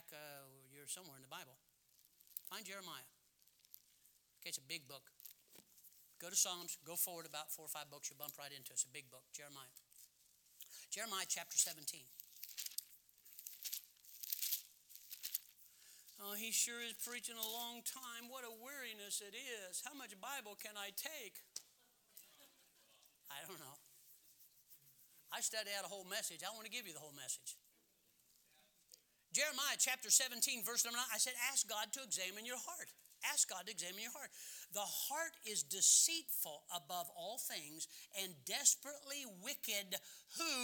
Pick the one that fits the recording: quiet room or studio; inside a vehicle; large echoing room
large echoing room